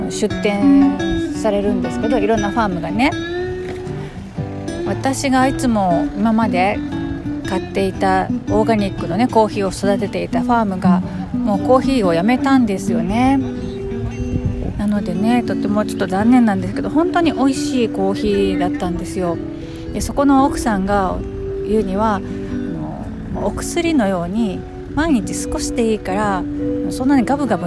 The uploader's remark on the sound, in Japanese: 土曜日のファーマーズマーケットで収録してきました。ローカルな雰囲気が伝わったら嬉しいですが、いかがでしょうか。